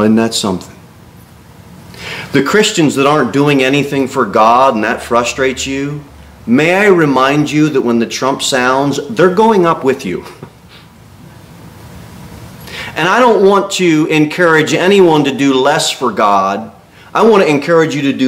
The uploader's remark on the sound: Sermon delivered at Pilgrim Baptist Church on Sunday, October 29, 2023, at 11-15 am. Cookeville, TN 38501.